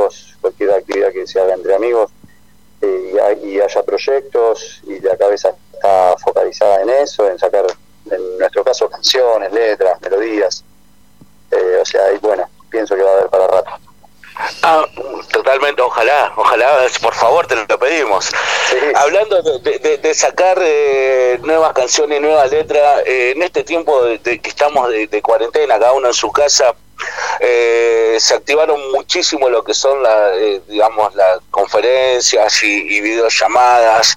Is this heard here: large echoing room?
no